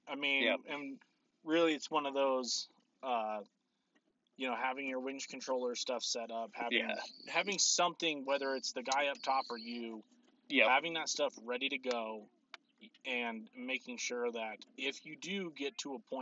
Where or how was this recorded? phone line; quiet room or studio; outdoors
outdoors